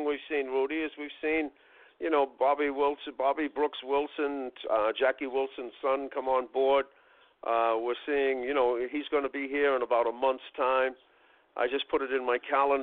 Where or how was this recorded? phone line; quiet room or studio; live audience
phone line